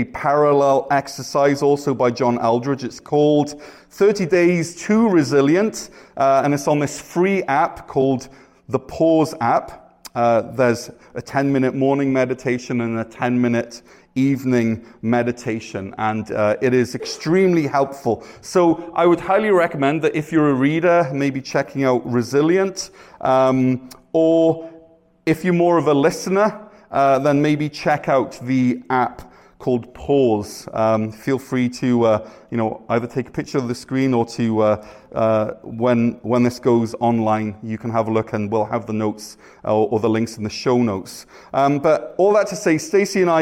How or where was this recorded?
large echoing room